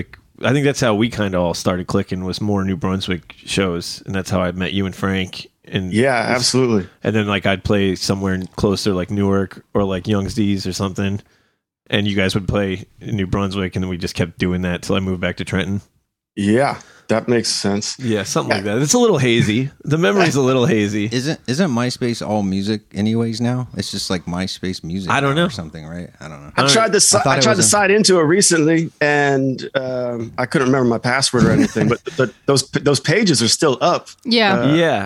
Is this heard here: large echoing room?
no